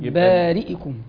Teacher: ووجه الخلاف هو للدوري أبو عمرو هو الاختلاس نعم. هو اللي يتم بثلثي الحركة.